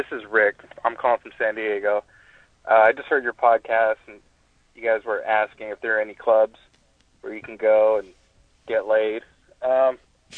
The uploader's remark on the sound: Phone calls